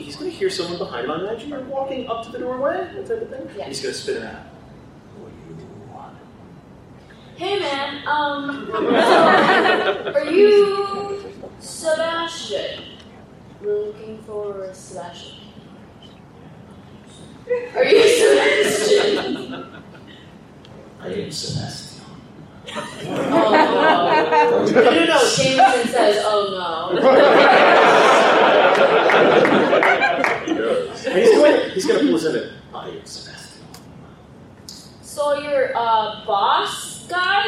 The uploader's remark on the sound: Dragoncon 2019 Live Show. Our annual live show from Dragoncon 2019.